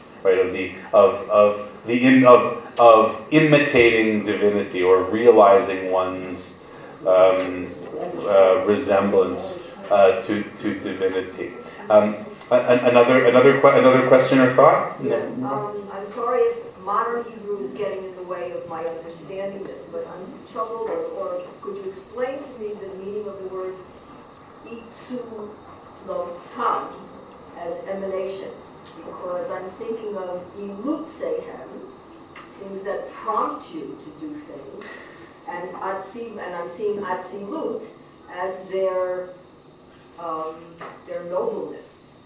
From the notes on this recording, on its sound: This audio was originally recorded on 12/25/2017 as part of Drisha's Winter Week of Learning.